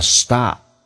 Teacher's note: Stop ST 发成 SD，要浊化，打开口腔啊，同时 P 不用发音，那么因为后面是一个那么辅音，这叫略音，叫 Stop。